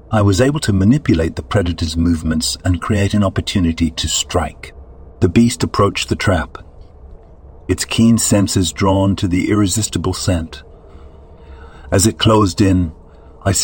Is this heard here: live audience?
no